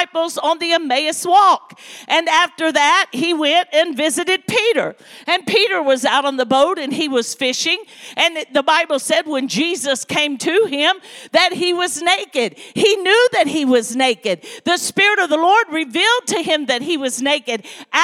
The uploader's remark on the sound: This message was recorded LIVE